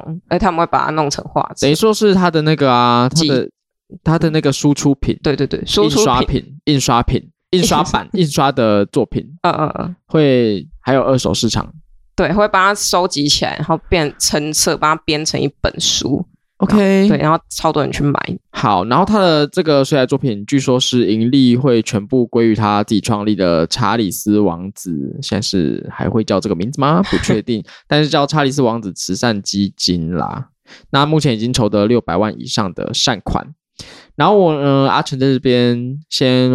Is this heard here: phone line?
no